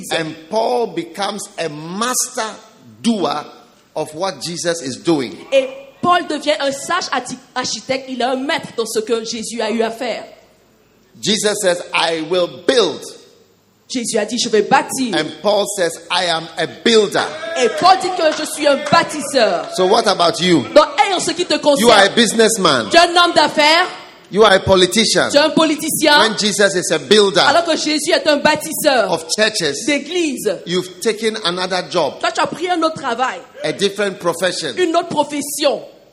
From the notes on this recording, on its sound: Preached at a Healing Jesus Campaign Pastors' conference in Abidjan, Cote d'ivoire the 30th of January